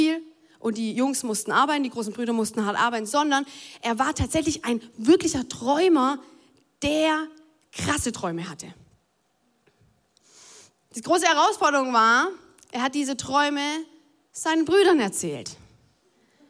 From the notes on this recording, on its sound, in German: Audiomitschnitt der Predigt